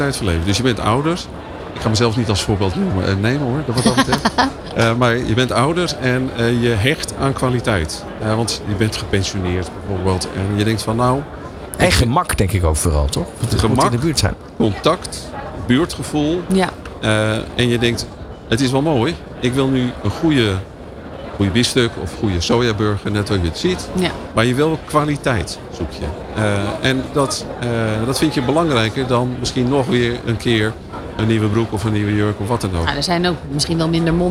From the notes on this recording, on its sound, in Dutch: New Business Radio op de PROVADA 2023. Je hoorde New Business Radio LIVE vanuit de RAI Amsterdam.